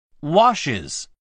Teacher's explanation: wash の最後の音は s で、s や z に近い音です。したがって es をつけて、この es の部分を is と発音します。